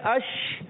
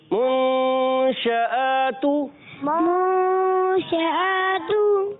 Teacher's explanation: شین کی ایک صفت ہوتی ہے تفشی، اس کے معنی ہے منہ میں آواز پھیل جانا · شین کی ادائیگی کرتے ہیں وسط زبان وسط تالو سے زبان کا درمیان اوپر کے تالو کے درمیان سے اور اس میں ایک صفت ہوتی ہے تفشی منہ میں آواز پھیل جاتی ہے